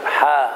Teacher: تقرأ هكذا حاميم بمد الحاء حركتين هكذا حا. إذن فالذين يقرؤون ويقولون حاميم هؤلاء مخطئون، لأنه زاد في مقدار المد، مد هكذا لا يزيد، حا حا مد طبيعي.